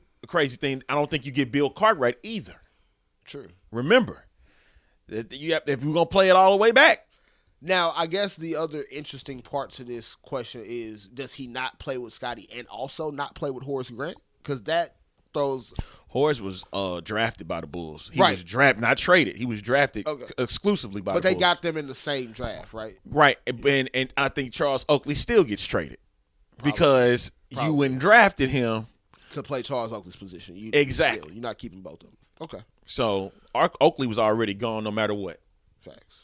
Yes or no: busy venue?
no